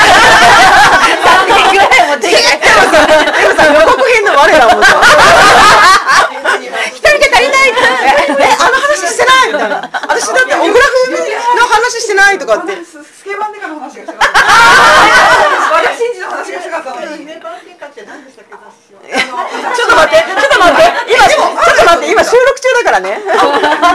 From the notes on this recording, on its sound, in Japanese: 公開収録イベント「少女漫画座談会」の後編です。